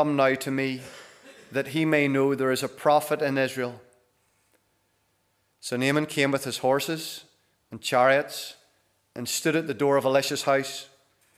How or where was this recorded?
large echoing room